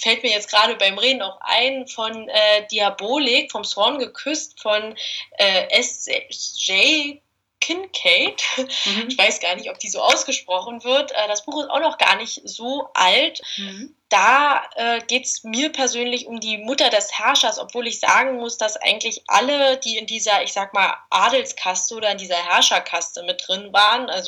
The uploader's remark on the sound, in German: Entschuldigt bitte, dass die Tonqualität leider nicht